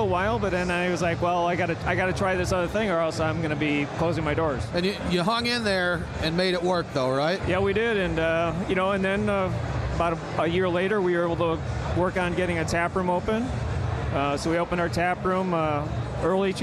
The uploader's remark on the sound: Live from The Juice Strikes Back Beer Fest!